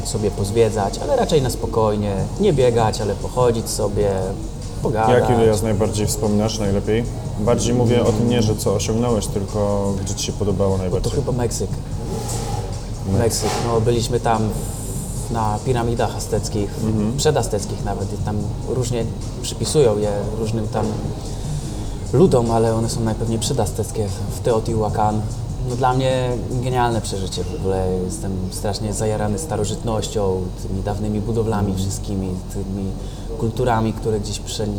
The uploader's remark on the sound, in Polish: nagrania: Chill Bistro&amp;Bar - Łódź